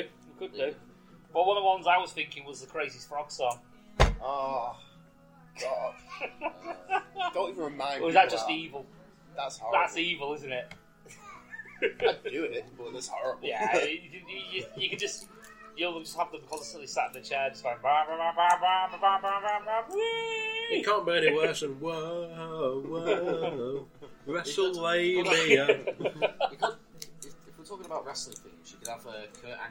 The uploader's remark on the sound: Live as we gather round the microphone down at the Foxhall pub in Blackpool, England.